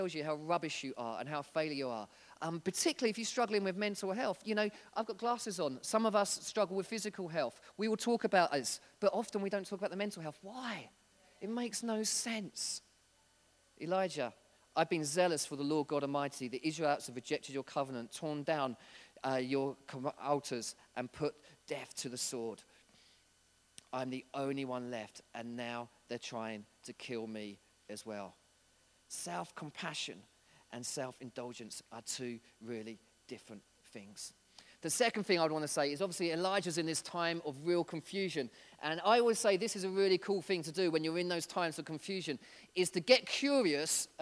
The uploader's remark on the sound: This was recorded at Skylark Church on 3rd November 2019